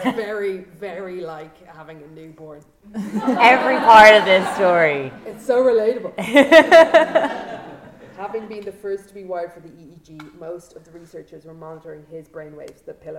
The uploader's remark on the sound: This week we have the second of our Halloween live shows - fear. DISCLAIMER: This was recorded in a live venue and the sound is inconsistent in places.